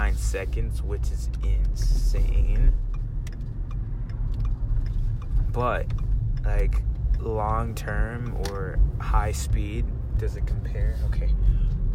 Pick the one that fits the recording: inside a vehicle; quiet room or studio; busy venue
inside a vehicle